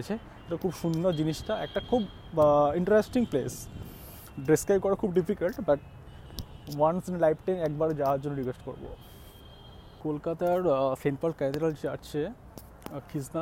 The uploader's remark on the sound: This episode recorded during Christmas time 2018 in Park Street, Kolkata, India. In Calcutta Park Street very popular during Winter because of Christmas Festival at Allen Park.